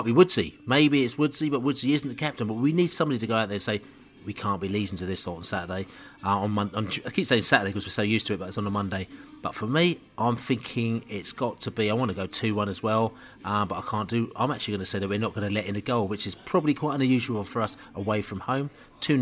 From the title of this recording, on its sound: Podcast From The Pub